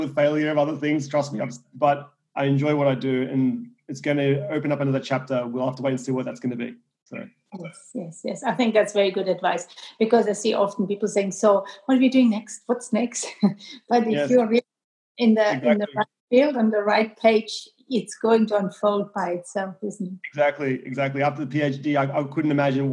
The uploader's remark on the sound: I was interviewing him via Zoom from his new home in California.